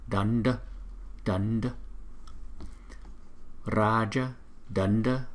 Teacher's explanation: Hai cái chữ N và chữ nặng chúng ta đọc rõ ràng là từ trong cuốn họng chúng ta đọc ra